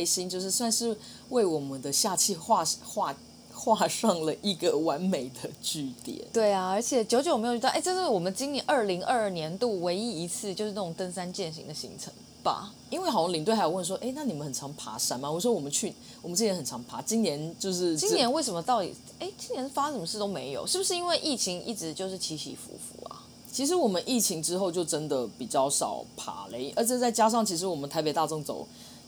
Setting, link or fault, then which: fault, sounds in the background